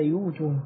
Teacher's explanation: الياء مضمومة يبقى تناسب مع الضم الواو